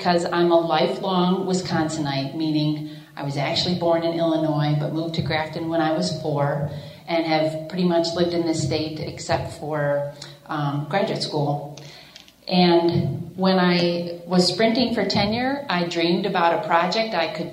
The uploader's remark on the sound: keynote speaker at the League of Women Voters of Dane County's Annual Meeting on May 18, 2016, at the Capitol Lakes Retirement Center in Madison